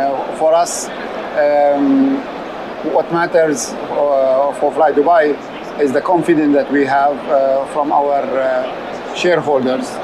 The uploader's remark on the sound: We’re broadcasting live from DC Aviation Al Futtaim's VIP Terminal at Al Maktoum International Airport celebrating the company’s 10th anniversary during the week of the Dubai Airshow.